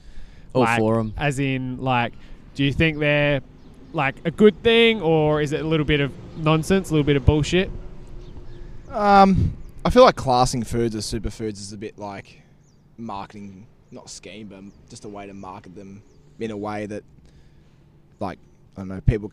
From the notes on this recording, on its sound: we recorded outside